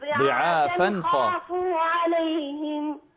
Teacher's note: ضعافا خافوا هذا حكمه إظهار فلا بد أن تظهر التنوين ولا تخفيه